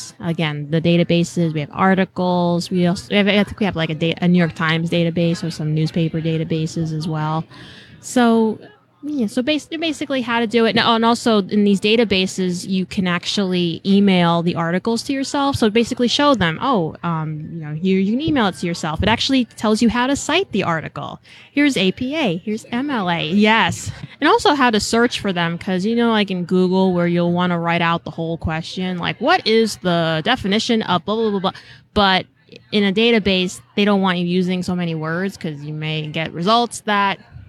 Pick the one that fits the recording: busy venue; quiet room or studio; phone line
busy venue